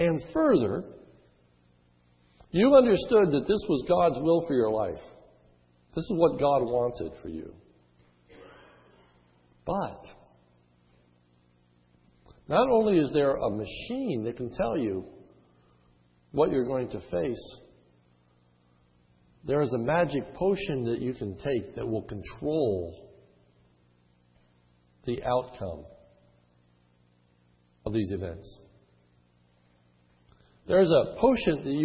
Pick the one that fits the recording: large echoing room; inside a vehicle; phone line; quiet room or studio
large echoing room